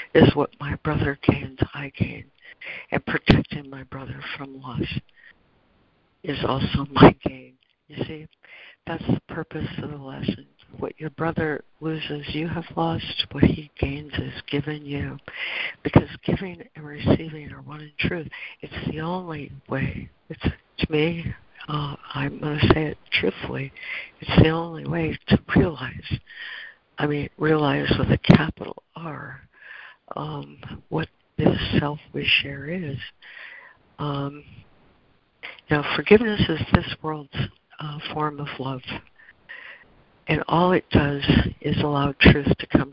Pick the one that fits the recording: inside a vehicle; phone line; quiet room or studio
phone line